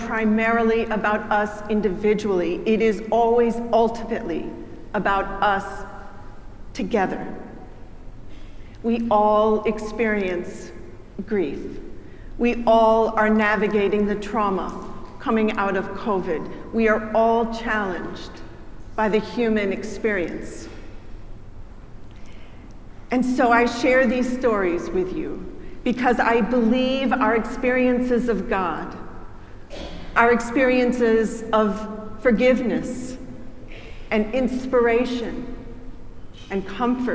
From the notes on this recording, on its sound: preached at our celebration of Holy Baptism and Holy Eucharist on the Day of Pentecost